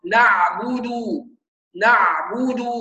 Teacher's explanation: توالي الضمات، يبقى تبقى الشفتين على وضع الضم